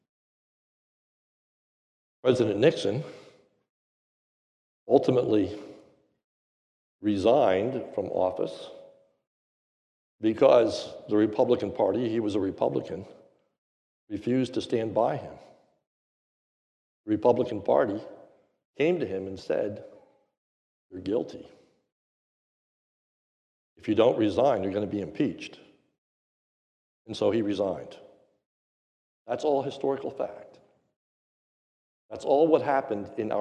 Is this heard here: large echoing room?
yes